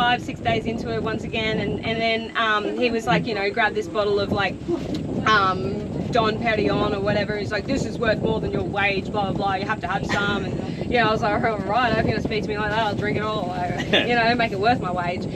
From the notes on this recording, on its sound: Apologies for the windy audio, we were out in the elements for this one.